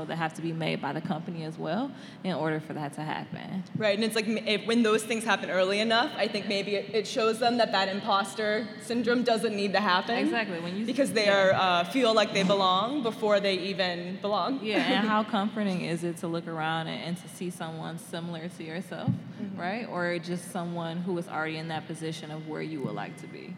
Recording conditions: live audience